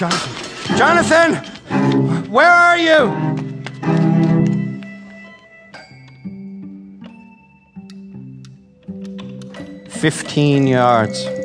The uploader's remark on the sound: Stage a second season of Tales before a live audience at the performance venue Dixon Place in downtown New York City.